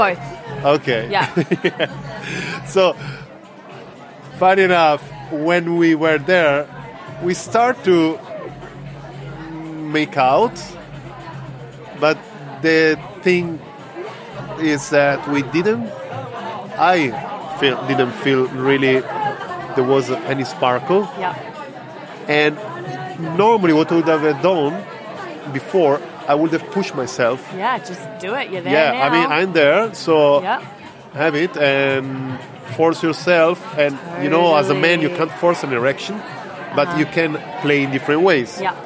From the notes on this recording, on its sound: This extra special episode features a bunch of interviews with festival goers of Comfort Creek festival where I set up a LIVE interactive version of The Labia Lounge for the first time ever! Along with various passers by that came to check out what this big velvet p*ssy couch was all about.